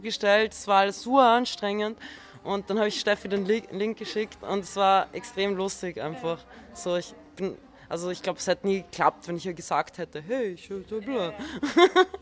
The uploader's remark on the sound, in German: Das Interview wurde auf dem FurtherFestival in Hamburg im November 2018 aufgezeichnet.